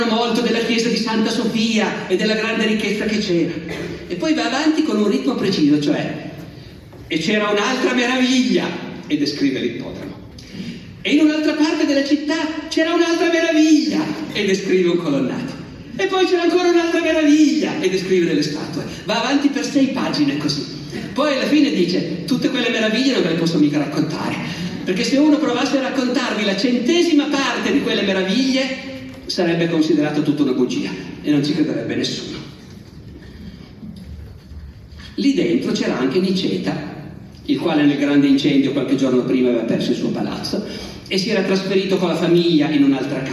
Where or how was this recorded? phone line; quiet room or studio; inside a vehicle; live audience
live audience